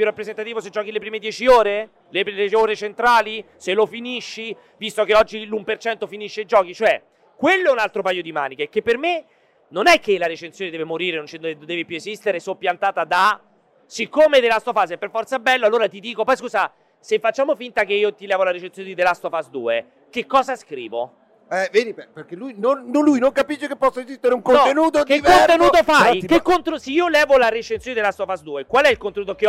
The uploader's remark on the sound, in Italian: Milan Games Week 2022 DAY 3. In diretta dal Milan Games Week 2022.